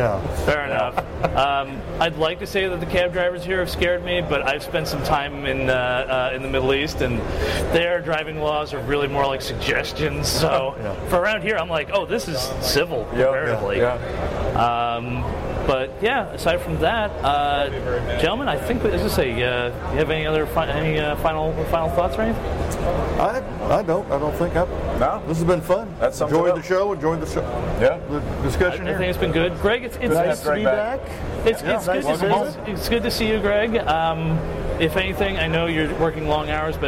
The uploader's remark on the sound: We are live from the show floor of InfoComm 2016.